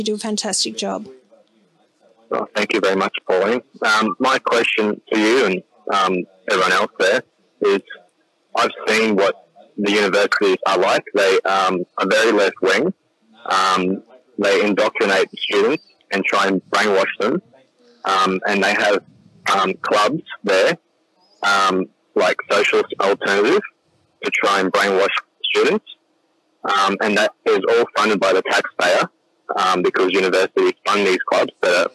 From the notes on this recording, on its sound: epic 6-hour marathon 2019 New Year's Eve call-in show